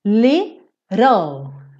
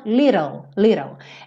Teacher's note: Você pega o T e transforma em rarara. Fez o rarara, little, L, língua no sol da boca, ok?